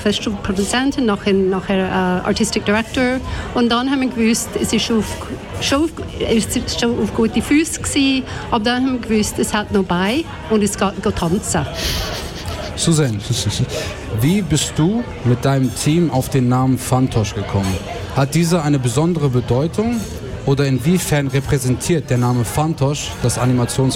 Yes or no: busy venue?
yes